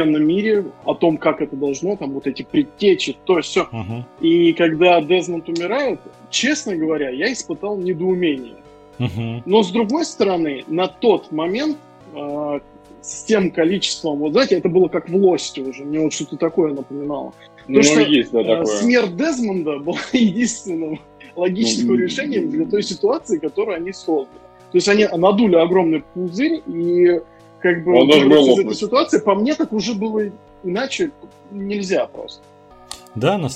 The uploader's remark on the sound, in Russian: Выпуск записываем на самоизоляции, поэтому качество звука оставляет желать лучшего.